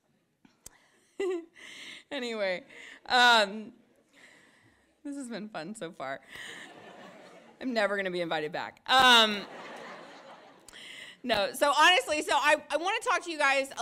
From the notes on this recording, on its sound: delivered an address at Christendom College on Monday, March 28